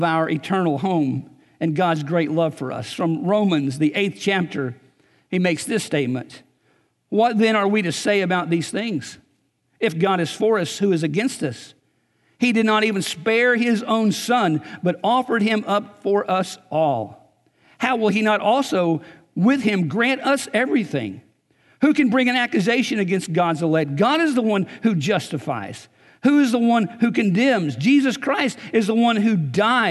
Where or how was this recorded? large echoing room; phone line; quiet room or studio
large echoing room